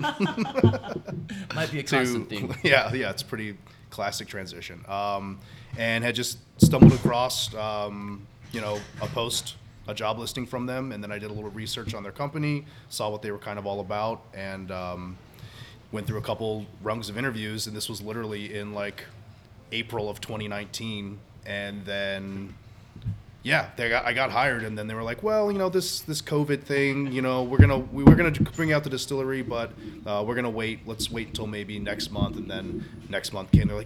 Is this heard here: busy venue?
yes